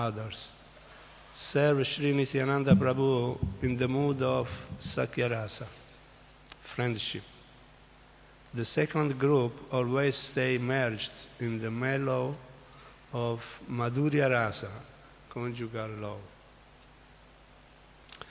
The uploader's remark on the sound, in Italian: In diretta dal Tempio di Villa Vrindavana.